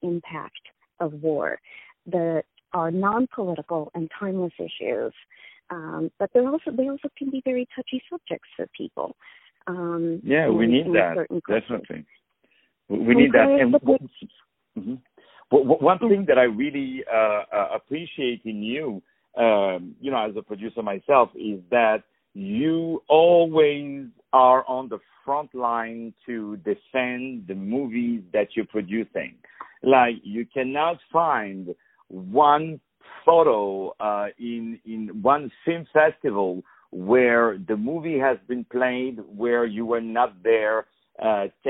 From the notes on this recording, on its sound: On the phone